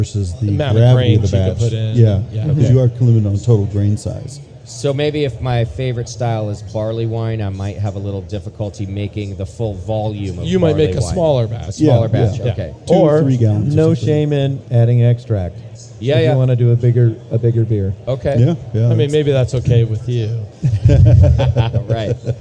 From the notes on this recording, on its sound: Brew Strong hits the road to HomebrewCon 2019 in Providence, Rhode Island! Invade the biggest homebrew event on the planet and broadcast live from the Homebrew Expo.